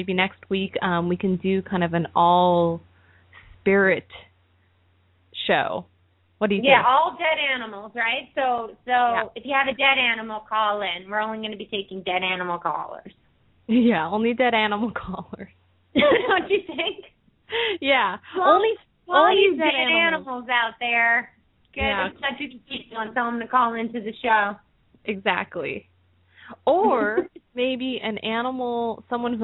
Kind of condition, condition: link, phone line